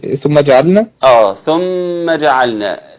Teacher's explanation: ميم مشددة، تغنى مقدار حركتين